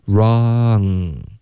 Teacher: 要注意 ra 开头的 r 不要带任何鼻音